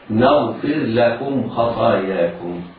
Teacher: نغفر لكم، الراء هنا بعض المبتدئين في حفظ القرآن الكريم يظن الراء في الله، وهذا من رواية حفص لا يصح. يجب على القارئ إظهار الراء قبل اللام